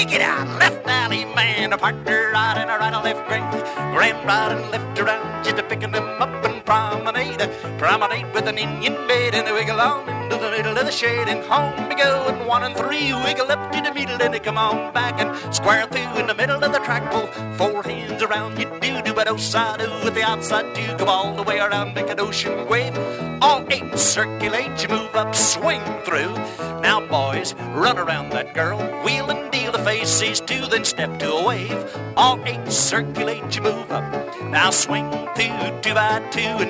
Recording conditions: busy venue